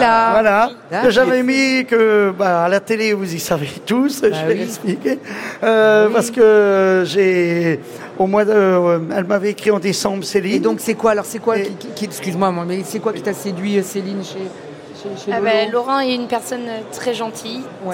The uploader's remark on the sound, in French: en direct du Salon de l'Agriculture 2024